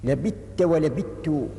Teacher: بإدغام الثاء في التاء، وذلك لتقاربهما في المخرج، لأنهم جميعا يخرجان من طرف اللسان وأصول الثنايا